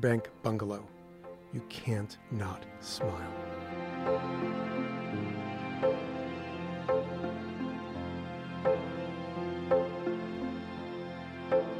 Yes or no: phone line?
no